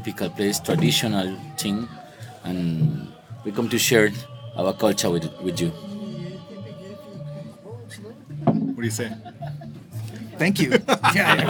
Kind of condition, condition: setting, inside a vehicle